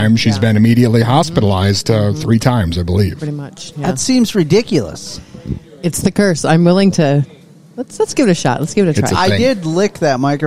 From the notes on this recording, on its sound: This installment of The Five Count was broadcast live from the waiting room at the doctor’s office!